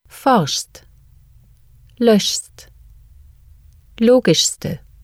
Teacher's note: When pronouncing the consonant cluster SCHST, take care to pronounce both the SCH sound as in wish and follow it with a distinct ST sound